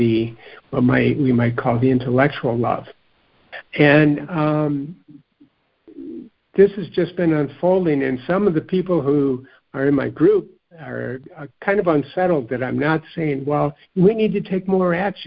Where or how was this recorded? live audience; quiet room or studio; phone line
phone line